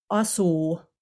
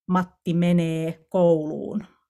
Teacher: Ja sen takia suomen oppijalle voi olla tosi vaikea tuottaa tämmöinen esimerkiksi pitkä vokaali sanan loppuun painottomalle tavulle